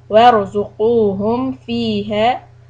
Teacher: را سكون preceded by فتحة is heavy.